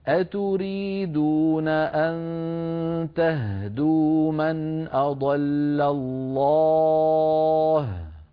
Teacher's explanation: نقف بهاء ساكنة ثم مباشرة نضم الشفتين من غير صوت · Term: الإشمام